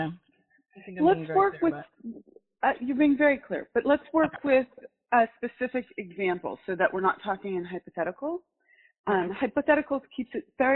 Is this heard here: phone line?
yes